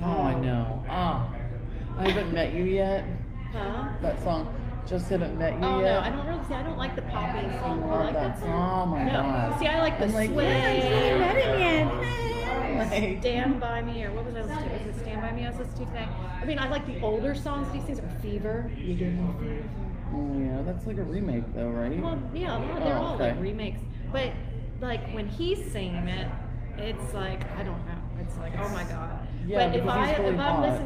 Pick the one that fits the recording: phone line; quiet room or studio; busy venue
busy venue